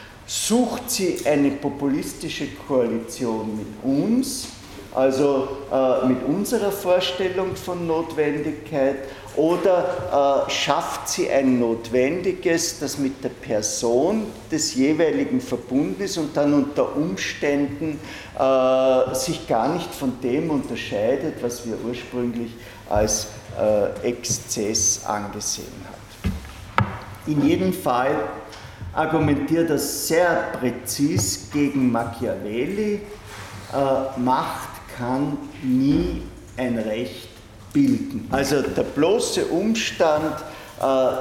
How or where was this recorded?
large echoing room